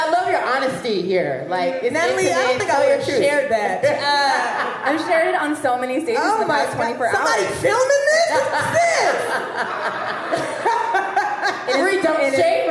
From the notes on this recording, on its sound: Live at She Makes Me Laugh Festival. Was recorded live as the She Makes Me Laugh Fest in NYC.